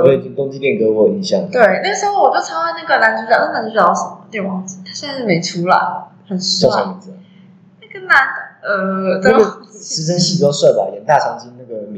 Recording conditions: echo